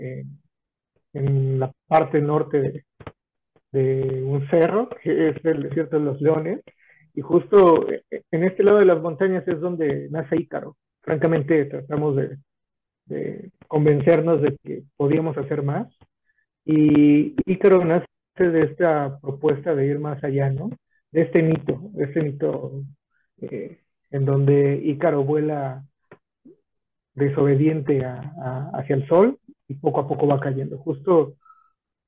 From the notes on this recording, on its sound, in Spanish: Charlamos via zoom